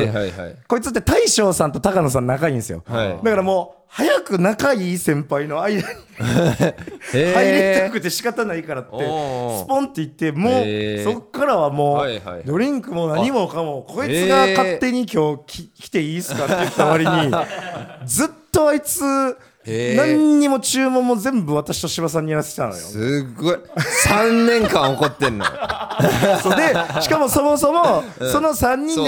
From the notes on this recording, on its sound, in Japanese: 公開収録。